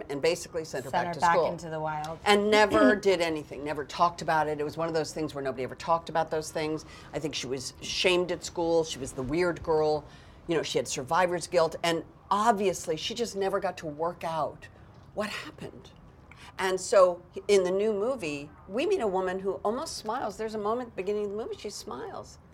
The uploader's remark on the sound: On location at New York Comic Con. A very special surprise call at the news desk.